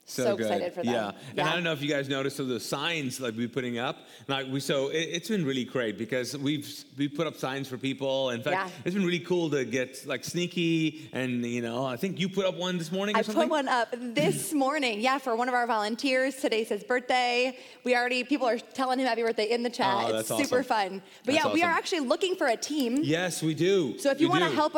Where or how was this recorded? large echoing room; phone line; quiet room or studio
large echoing room